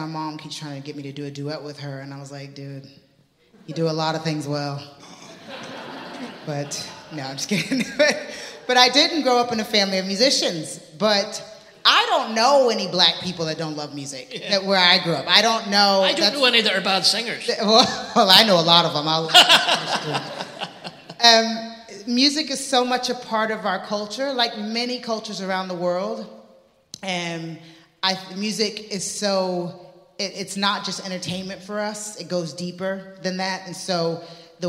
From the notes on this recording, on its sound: This conversation was recorded at the 4 Corners Festival in Belfast, Northern Ireland in February 2023.